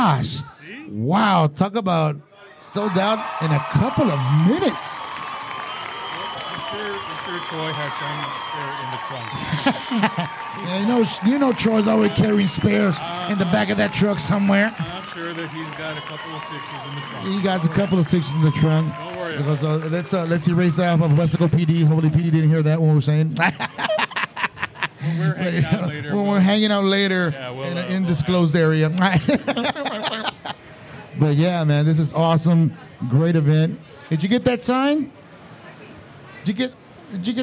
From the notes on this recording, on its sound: Live from The Craft. We got fans on the Pod.